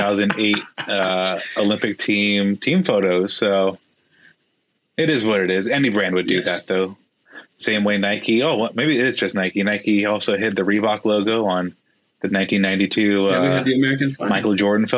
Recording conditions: video call